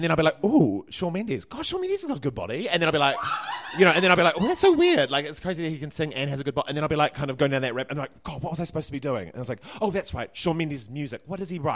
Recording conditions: live audience